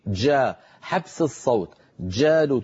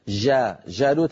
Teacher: لابد من نطق الشدة، صفة الشدة في الجيم · Shown in: first take